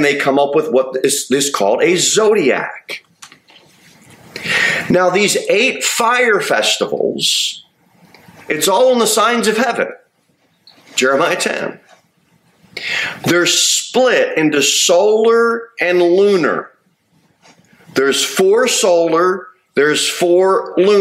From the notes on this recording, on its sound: Sermon delivered at Pilgrim Baptist Church on Thursday, October 26, 2023, at 6:15 pm.